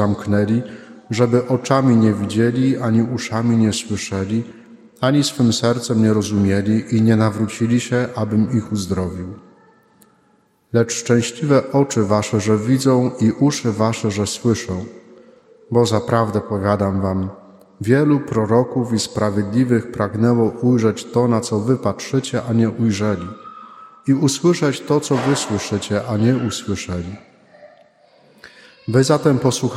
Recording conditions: large echoing room